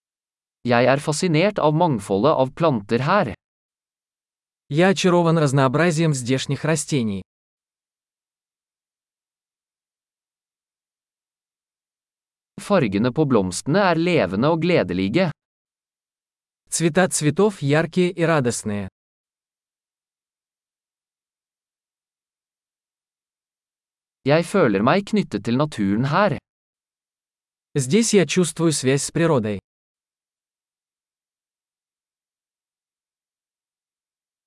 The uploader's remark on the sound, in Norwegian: Stien som slynger seg gjennom skogen er et eventyr. Er det ikke herlig å se disse ekornene løpe? Lyden av den ravende bekken er terapeutisk.